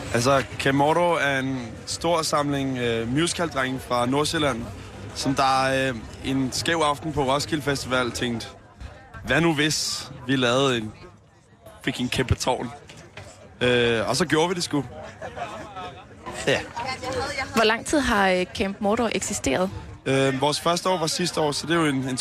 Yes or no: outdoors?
yes